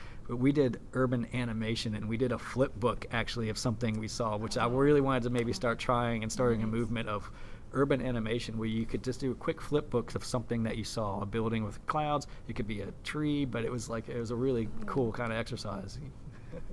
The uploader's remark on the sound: at the Sheraton in New York City during the Nation Art Education Association National Convention